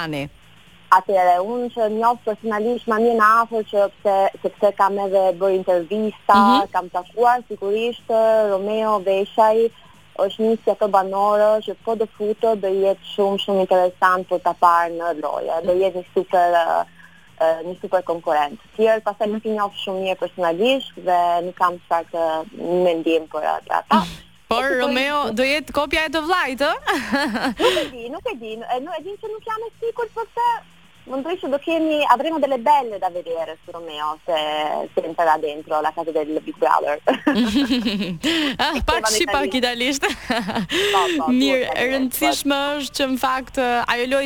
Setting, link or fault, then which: link, phone line